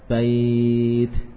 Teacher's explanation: Baitun, kalau wasol kan dibaca baitun, ya. Kalau waqaf bait, tanwinnya tidak dibaca.